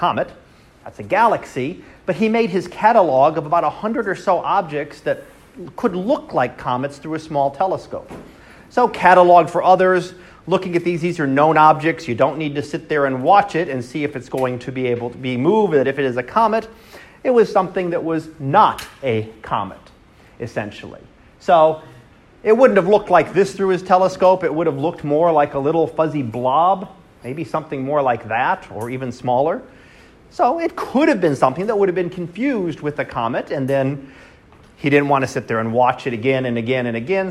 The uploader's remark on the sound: Live Class Lecture